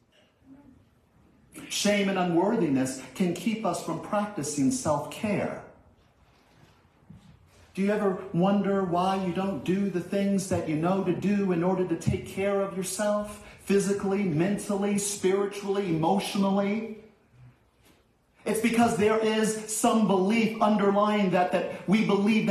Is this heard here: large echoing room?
yes